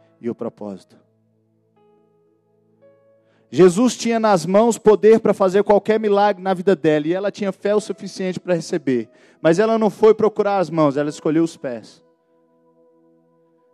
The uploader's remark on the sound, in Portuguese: No culto de celebração na Igreja Batista da Paz em BH.